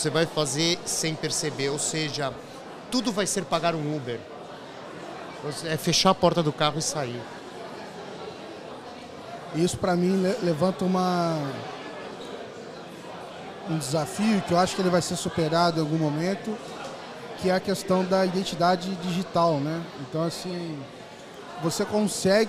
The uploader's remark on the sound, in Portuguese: episódio gravado especialmente no Fintouch 2022